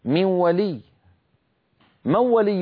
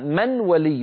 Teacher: وإن جاء بعد النون الساكنة حرف من حروف يرملون فإنه يدغمون النون فيه، فتقول العرب في زمن النبوة من ولي، من ولي هذا الإنسان، مو، ولا يقولون من ولي هذا الإنسان، يعني لا يقرعون بطرف ألسنتهم مخرج النون بل ينتقلون إلى مخرج الواو مباشرة · Shown in: first take